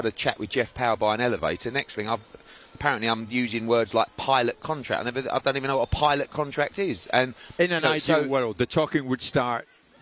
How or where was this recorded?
busy venue